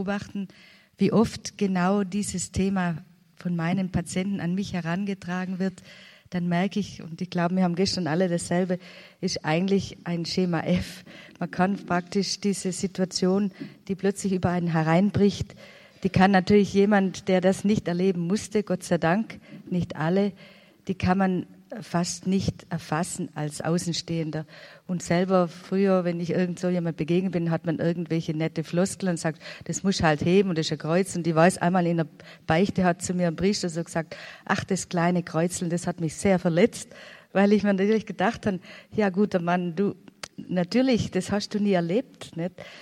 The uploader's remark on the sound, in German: Podiumsdiskussion aus dem Jahre 2011 vom Kongress "Freude am Glauben".